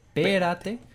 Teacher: con acento en la primera E